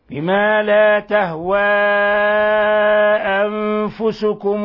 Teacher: هنا اجتمع عندنا حرف مد وهمز في كلمتين، ولا بد أن يكون كذلك لأنه مد منفصل، فهنا الحكم التجويدي أننا نمد الألف المقصورة من 4 إلى 5 حركات. بما لا تهوى أنفسكم، وقلنا الحركة قدرها القراء بقبض الأصبع أو بسط الأصبع وهكذا.